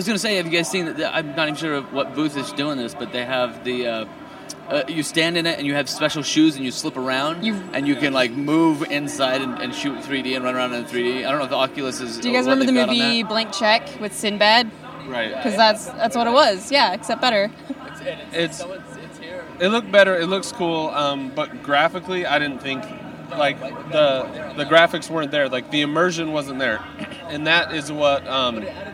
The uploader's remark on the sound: We descend on the Sony Booth&#8217;s Main stage to record this weeks LittleBigKast! LIVE from CES 2015!! We descend on the Sony Booth’s Main stage to record this weeks LittleBigKast!